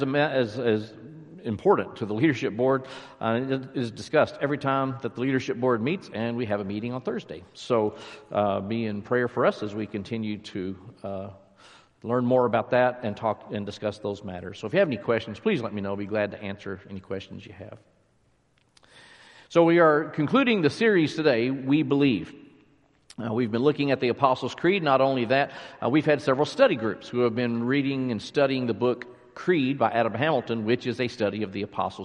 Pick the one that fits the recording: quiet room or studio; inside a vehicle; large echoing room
large echoing room